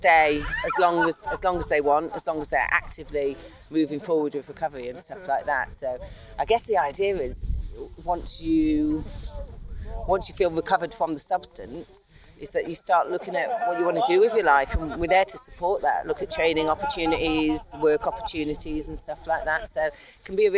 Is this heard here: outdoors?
yes